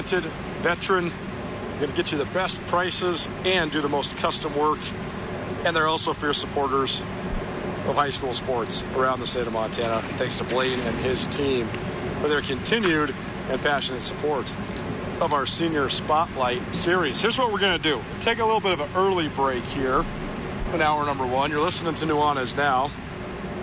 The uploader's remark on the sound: LIVE from Bozeman for Montana State football media day